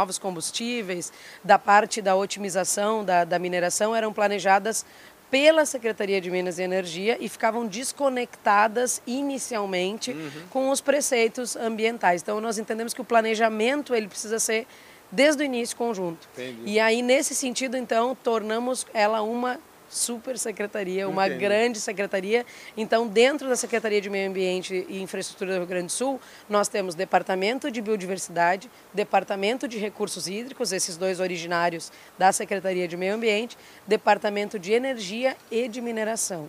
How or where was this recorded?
busy venue